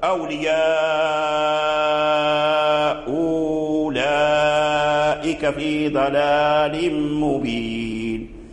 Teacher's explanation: الثانية أولياء أولئك، وله وجه ثالث كما فعل في المفتوحتين المكسورتين، وهو إبدال الهمزة الثانية واو